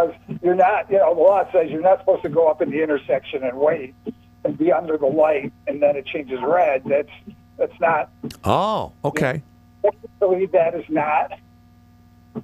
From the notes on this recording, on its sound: Called. Other callers chimed.